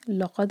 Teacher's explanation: دال پر سکون ہے قلقلہ ہوگا لام لائٹ ہے اور قاف ہیوی